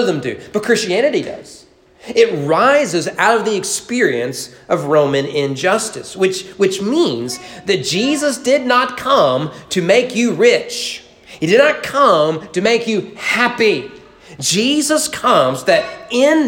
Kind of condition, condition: setting, large echoing room